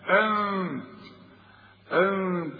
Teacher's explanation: والنون الثانية ما استعملش فيها لساني وغنها